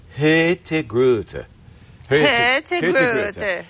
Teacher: in Kristiansund, where we were on the West Coast, they have a different accent. And they drop the N and they drop the R.